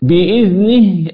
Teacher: كسر النون وتحقيق الهاء المخرج والصفات